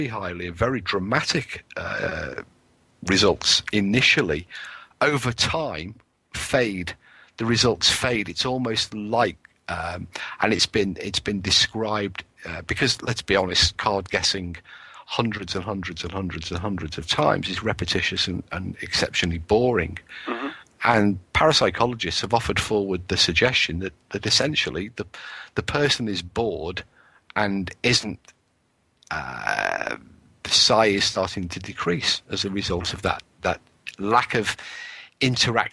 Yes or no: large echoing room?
no